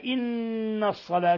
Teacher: نون مشددة حرف غن مشدد يغن مقدار حركتين